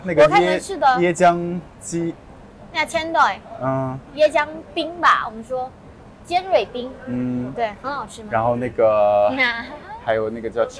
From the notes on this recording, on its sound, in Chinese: 大马免签之旅吉隆坡citywalk。边走边聊 有点吵。